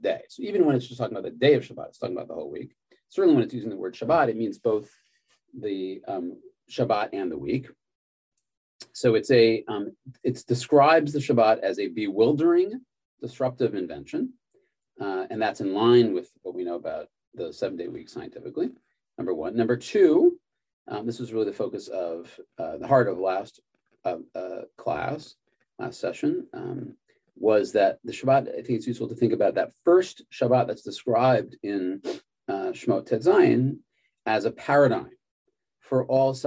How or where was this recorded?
video call